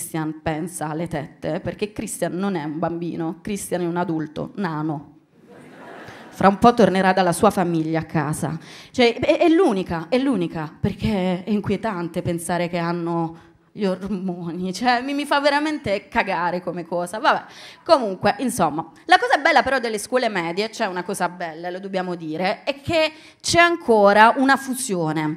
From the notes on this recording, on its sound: COMEDY CENTRAL LIVE porta in Puglia i talenti della Stand-Up Comedy provenienti da tutta Italia con una nuova rassegna di eventi comici organizzati da THE COMEDY CLUB e ospitati da una venue d'eccezione a TARANTO: SPAZIOPORTO.